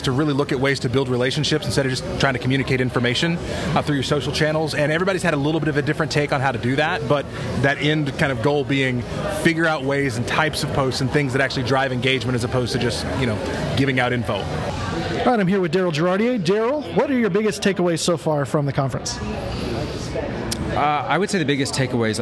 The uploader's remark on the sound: Live-ish! from That Church Conference! Yep, it's That Church Conference in Atlanta and I thought I'd capture audio clips of people's biggest takeaways from the sessions.